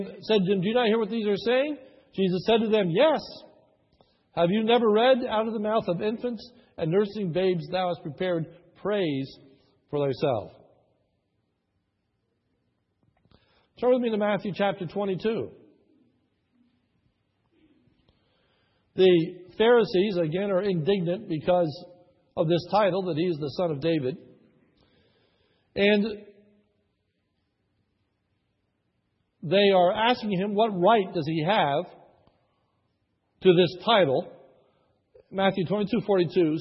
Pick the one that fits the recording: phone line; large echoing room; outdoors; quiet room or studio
large echoing room